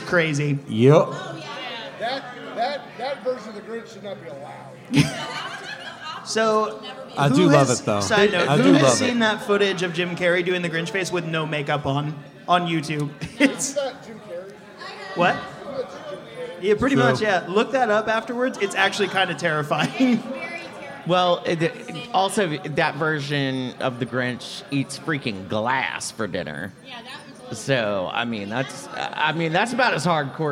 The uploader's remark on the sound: Live From Oak Road Brewery. Midnight Terrors went back to our favorite brewery, Oak Road Brewery, to do another live podcast event! We recorded two episodes in front our friends, family, and a great crowd of people at Oak Road! We teamed up with our audience.